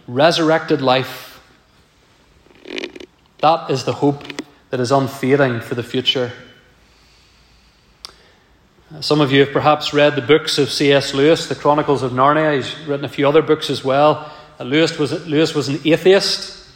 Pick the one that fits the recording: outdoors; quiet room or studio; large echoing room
large echoing room